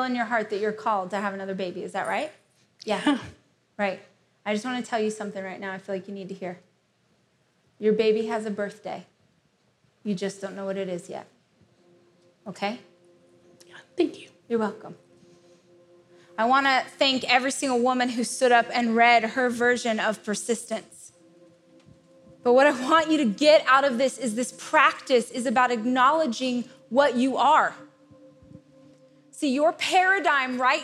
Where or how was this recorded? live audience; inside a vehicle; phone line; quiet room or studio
live audience